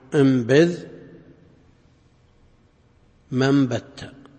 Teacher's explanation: والميم تبدل من نون ساكنة قبل باء سواء كان في كلمة أو كلمتين